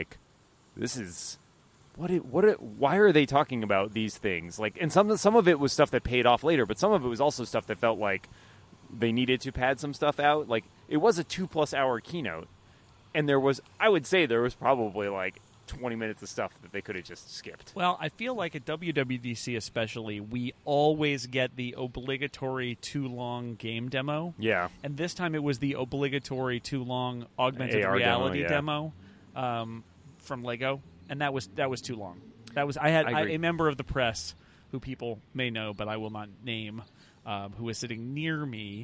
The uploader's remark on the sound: This week we recorded outside in San Jose for WWDC.